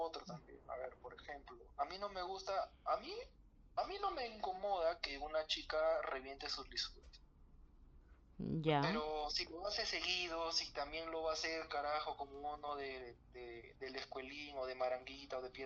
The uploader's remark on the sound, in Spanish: Un podcast que no tiene el mejor audio.